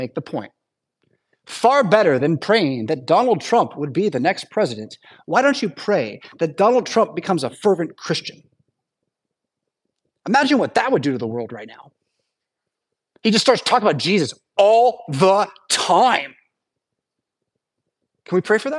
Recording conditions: large echoing room